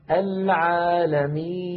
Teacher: النون في آخر العالمين عند الوقف عليها تسكن، فيصير زمنها مساويا لزمن العالمين، ففيها جريان ضئيل للصوت. لاحظوا هكذا تسمعون فيها جريان ضئيل، العالمين، كذلك النون الأخيرة.